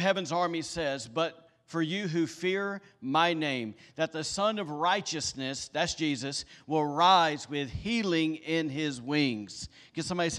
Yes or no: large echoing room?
yes